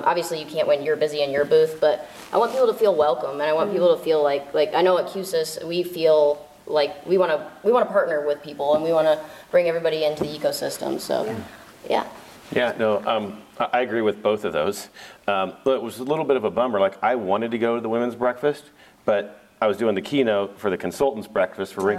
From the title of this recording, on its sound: Live From InfoComm 2022